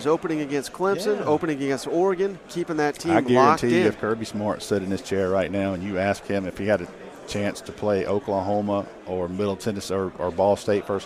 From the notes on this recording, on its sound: joined us live from 2023 SEC Media Days!